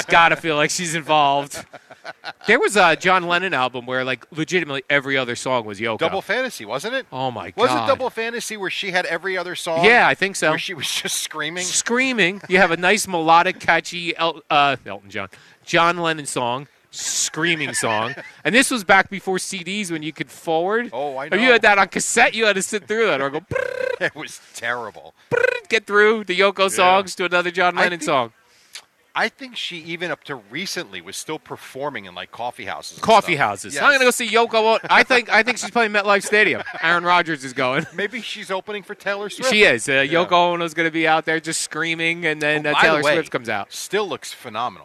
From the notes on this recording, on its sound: Live from D'Jais in Belmar